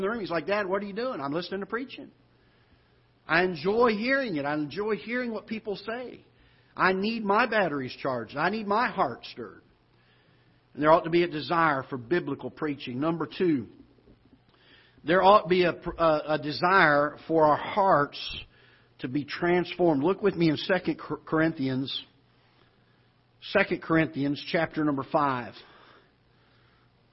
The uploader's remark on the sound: Ketha Heights Baptist Church ~ Live Broadcast